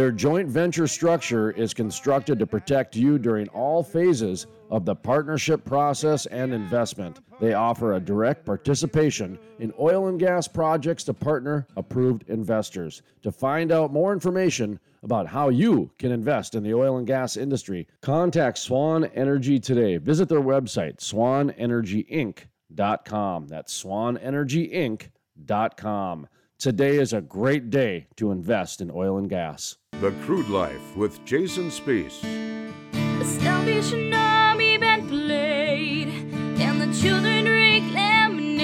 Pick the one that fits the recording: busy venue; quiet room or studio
busy venue